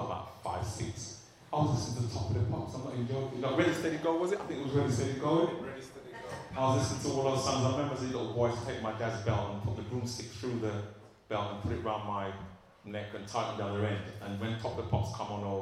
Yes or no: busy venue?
yes